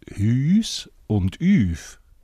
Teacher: Also aus dem langen «u» wird ein langes «ü».